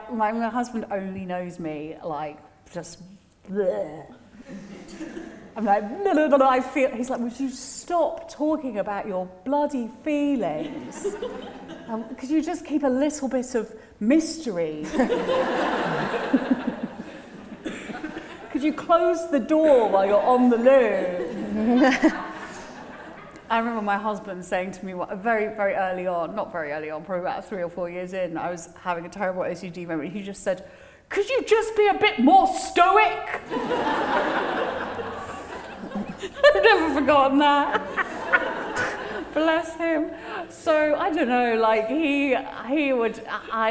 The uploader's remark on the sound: With a live audience at Henley Literary Festival.